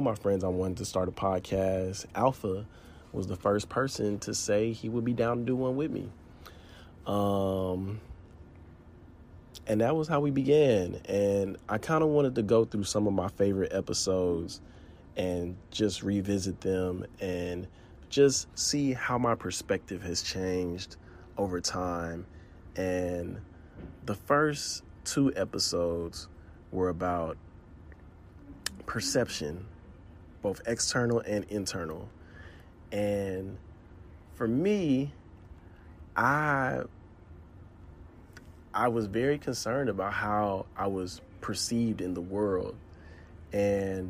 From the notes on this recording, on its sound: I had technical difficulties so I recorded on my phone at the Soho Warehouse.